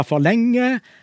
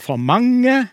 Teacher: det er det lille trykklettet ordet for som gjør at det blir tonelag 1. Da blir det altså 'jeg har venta for lenge', 'her er det for mange', og ikke 'mange', som jeg ellers sier.